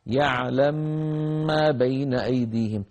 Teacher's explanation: لما صار ميم مشددة صار في غنة